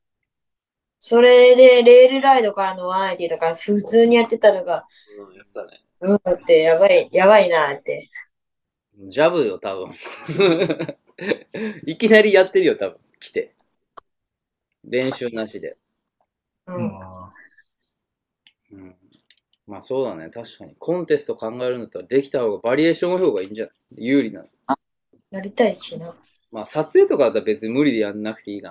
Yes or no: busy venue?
no